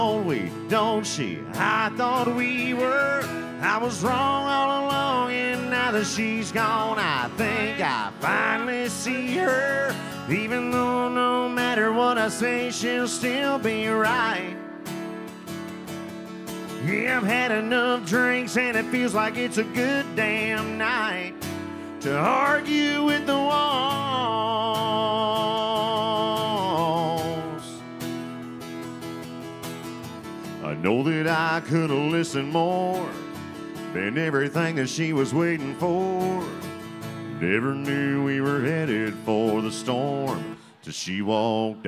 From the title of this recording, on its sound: Rounds At Live Oak In Nashville (Round 5)